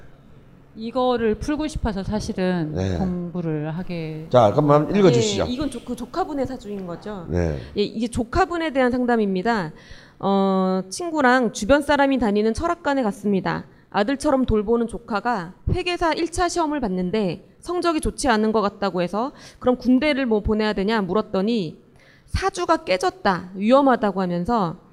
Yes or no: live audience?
yes